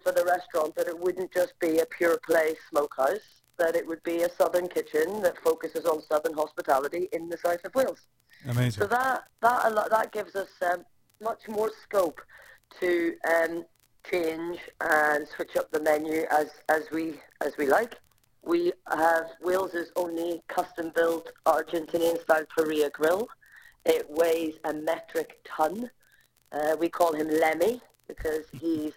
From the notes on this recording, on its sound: Apologies on the audio quality, our computer messed up